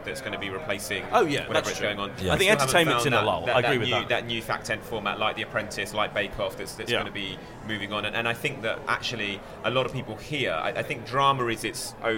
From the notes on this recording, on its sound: recorded at the Edinburgh International Television Festival 2017